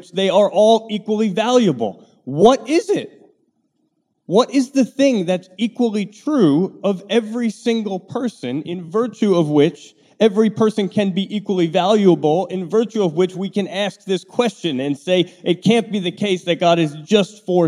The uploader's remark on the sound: Live Q&A. An ‘Ask Anything’ event that we did last week at Bay Area Community Church in Annapolis, where the audience were asking a whole range of important questions.